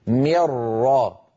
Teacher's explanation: يصير النطق براء مشددة ولا يبقى من النون شيء · Term: الإدغام بلا غنة